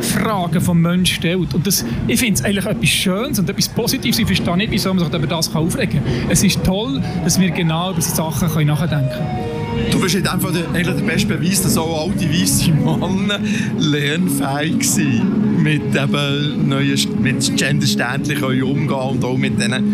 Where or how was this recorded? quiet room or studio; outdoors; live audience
outdoors